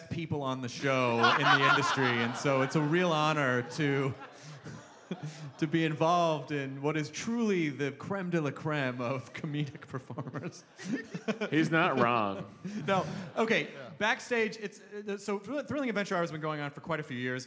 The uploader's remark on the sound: 930 Club: Live in DC! Recorded LIVE in DC on January 6! About 700 people showed up to this one and it was a BLAST and a half.